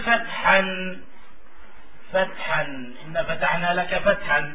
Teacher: تثبت لفظا و يعني كنون ساكنة لأن أصلها نون ساكنة فهي تثبت في اللفظ لا في الخط · Term: التنوين